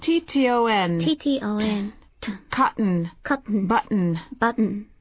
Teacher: T を出すときに舌の先を歯の裏につけて、離さないでそのまま N の音を出すという意味なんですね · Term: 破裂しない